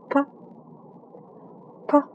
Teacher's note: 上下唇紧闭，然后气流受阻后，冲出口腔